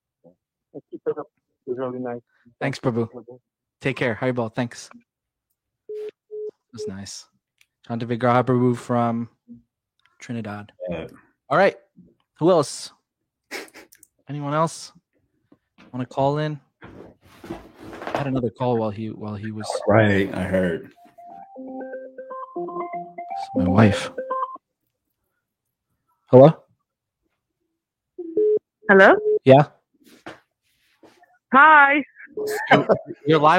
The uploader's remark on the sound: take live calls from the audience